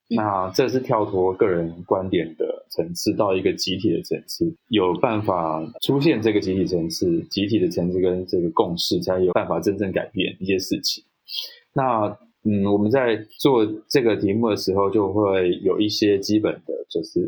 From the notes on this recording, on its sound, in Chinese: 採用雲端錄音，音質與設備較不理想